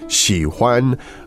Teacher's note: so it's a third tone and a first tone.